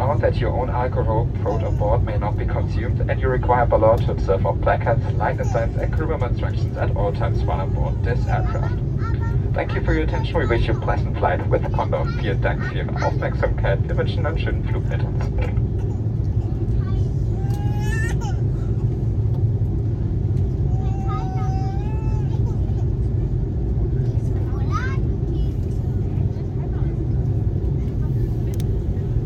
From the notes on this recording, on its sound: FULL FLIGHT - Airbus A330 Palma to Frankfurt (Condor) - WHITE NOISE. Experience full flights with all of it's sounds including passenger announcements, service and of course the engines. In this episode we are taking off from Palma de Mallorca in a fully booked Airbus A330 -200 from Condor, a german leisure airline and flying back to Germanys biggest airport Frankfurt International.